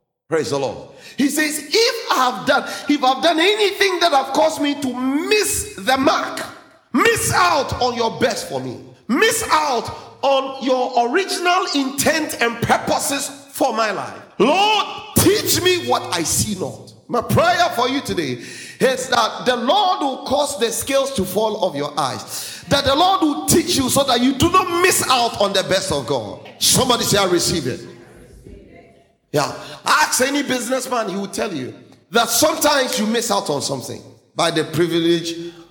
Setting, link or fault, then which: setting, large echoing room